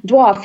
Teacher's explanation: una fricativa labiodentale sorda